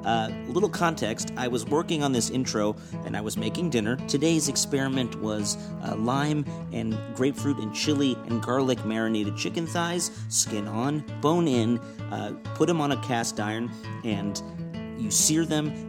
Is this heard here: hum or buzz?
yes